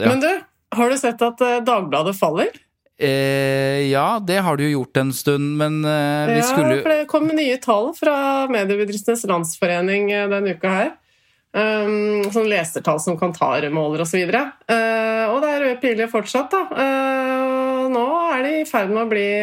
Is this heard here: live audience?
no